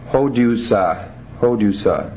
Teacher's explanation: And the aorist, hodusa, hodusa, accent on the first syllable again, and alpha ending